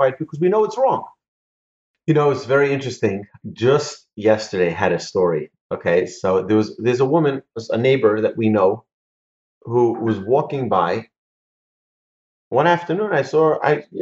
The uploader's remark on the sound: Recorded presentation to an online audience on June 28, 2020, in Houston, Texas.